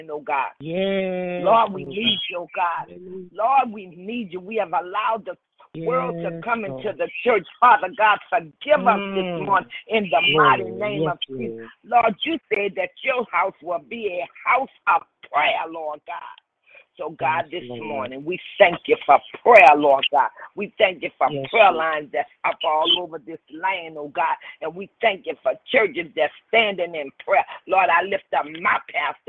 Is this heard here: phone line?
yes